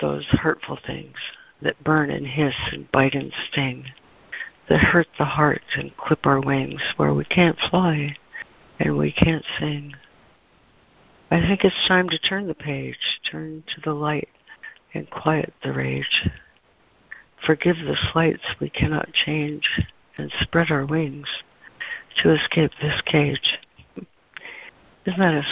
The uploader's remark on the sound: ACIM Daily Conference Call